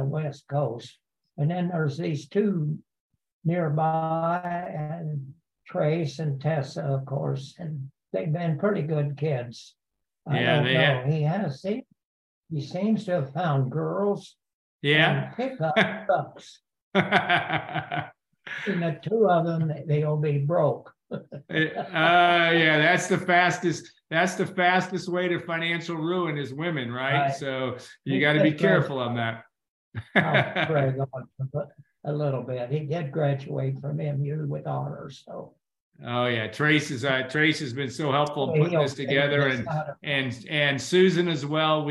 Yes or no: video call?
yes